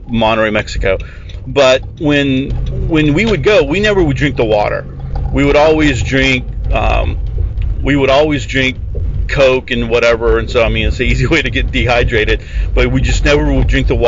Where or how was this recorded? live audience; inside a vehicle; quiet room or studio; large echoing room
inside a vehicle